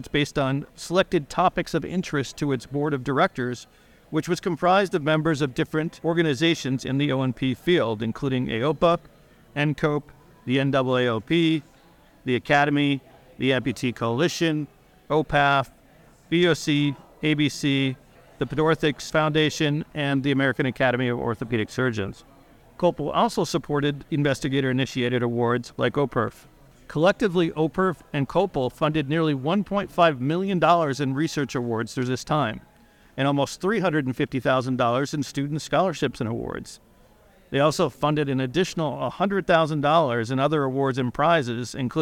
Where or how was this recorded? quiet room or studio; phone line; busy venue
busy venue